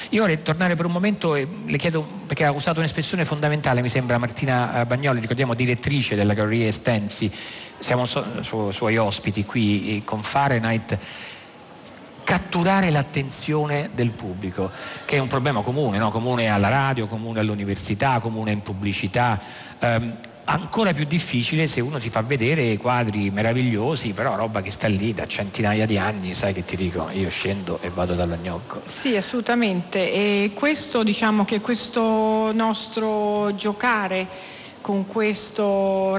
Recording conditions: busy venue